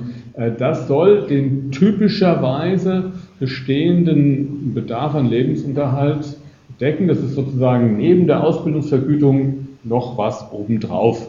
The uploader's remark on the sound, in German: Gekürzter Mitschnitt eines Vortrags. In Darmstadt.